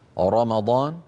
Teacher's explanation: تفخم الراء إن كانت مفتوحة مثل رمضان